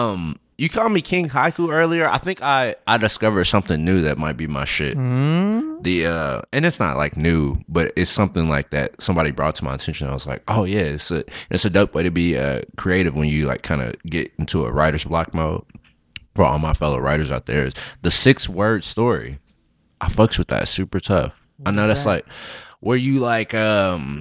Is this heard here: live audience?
no